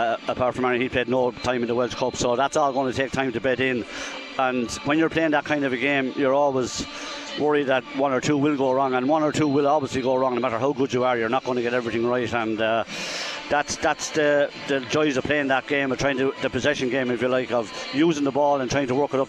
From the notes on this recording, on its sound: Hurling: Cork v Kilkenny, Allianz National Hurling League Division 1A Round 2. We’ll be live in Supervalu Páirc Uí Chaoimh for full live commentary.